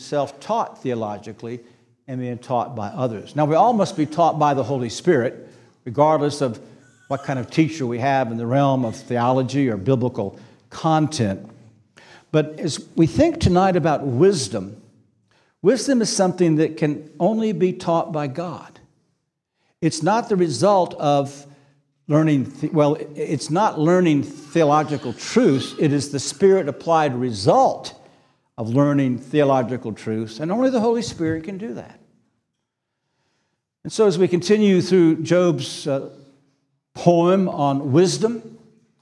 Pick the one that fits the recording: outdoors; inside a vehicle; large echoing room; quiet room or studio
large echoing room